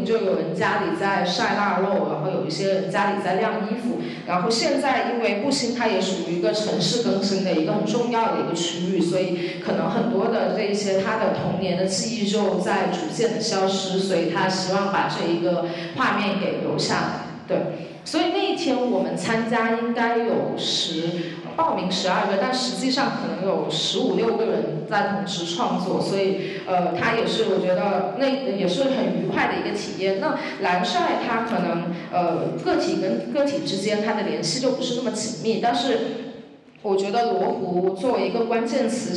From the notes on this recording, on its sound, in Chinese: 在UABB的“关于罗湖的集体漂流分享会”录音